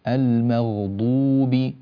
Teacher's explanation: ضم الشفتين في الواو ضما كاملا هكذا ينبغي